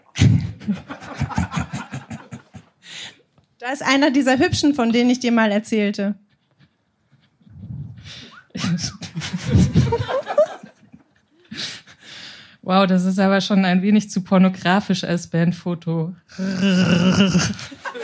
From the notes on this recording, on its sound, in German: In der achtundsechzigsten Podcast-Episode hört Ihr einige Beiträge von unserer Show vom 06.07.2023 im Baergarten des Revier Südost. Heißen Dank an den Baergarten des Revier Südost, unser tolles Publikum.